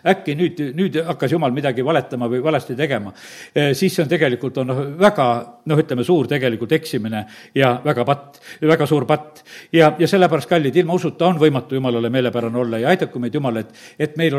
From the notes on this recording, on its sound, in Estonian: Audio salvestus koosolekult